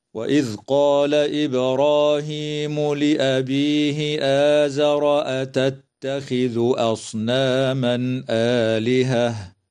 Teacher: تقلقل الباء وصلا ووقفا في كلمة إبراهيم، وتمد الألف بعد الهمزة من كلمة آزر ومن كلمة آلهة بمقدار حركتين من قبيل مد البدل. · ويظهر التنوين عند الهمزة في قوله تعالى: أصناما آلهة